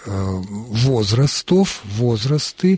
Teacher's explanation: перенос ударения на окончание